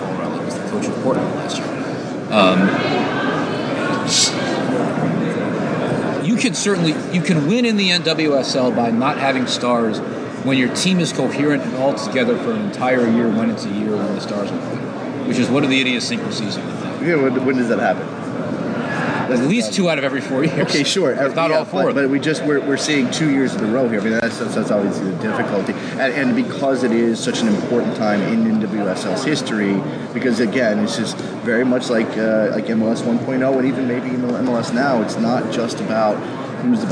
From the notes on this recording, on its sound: Live from the 2016 NSCAA Convention in Baltimore, Maryland.